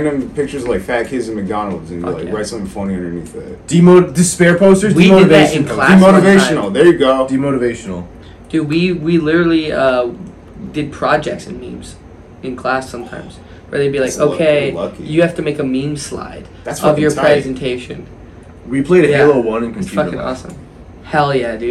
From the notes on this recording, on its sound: Sound is scuffed because we forgot to turn on the mics but tbh its good enough.